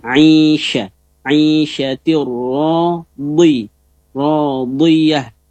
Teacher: Huruf ainnya perhatikan, ai tengah tenggorokan